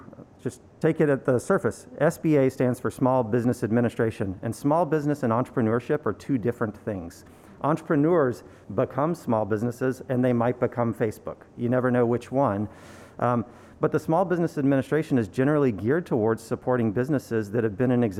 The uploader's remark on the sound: Live Panel. We recorded this "Live" at the River Room at TheClubhou.se.